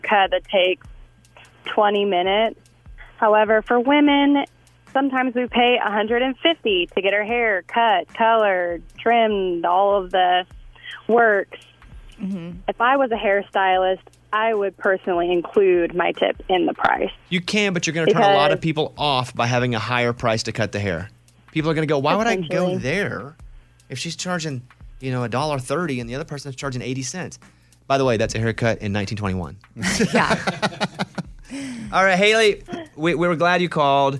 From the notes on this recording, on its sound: We were able to track down the 911 audio